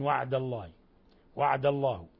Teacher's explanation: ولابد من إخلاص فتحة العين